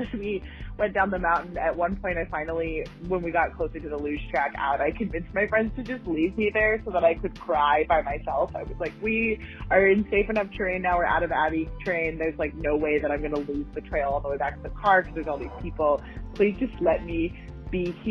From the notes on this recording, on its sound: Thanks to everyone who called in!